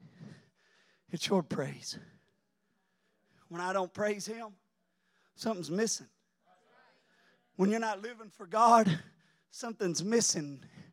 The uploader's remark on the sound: During our Sunday morning gathering on May 7, 2023. We are an Apostolic, Pentecostal church located in Poplar Bluff, Missouri.